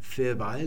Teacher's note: dieses B wird jetzt in der Mitte zwischen den Vokalen abgeschwächt, sodass wir dann verbal nur noch haben, so schwach gesprochen.